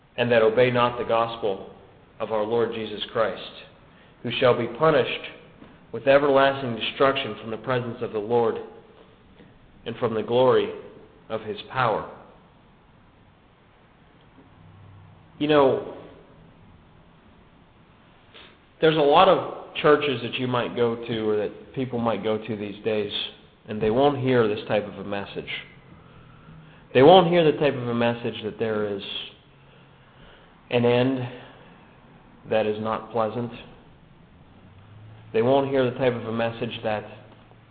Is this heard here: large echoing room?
yes